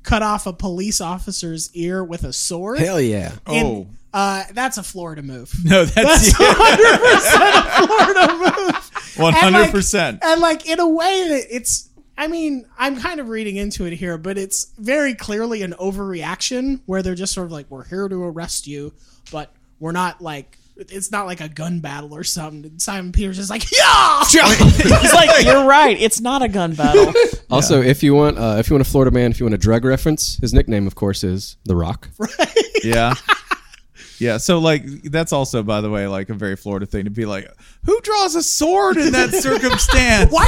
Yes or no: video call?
no